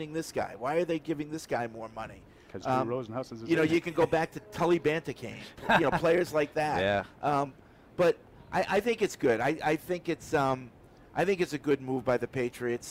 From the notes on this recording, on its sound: Training Camp Day 2 Live Show. Broadcasted live from Day 2 of Patriots Training Camp.